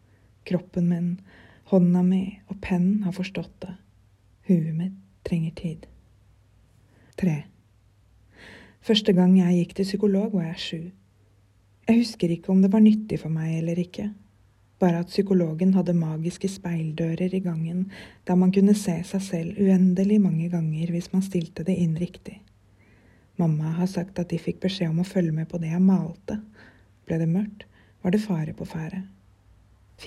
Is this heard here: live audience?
no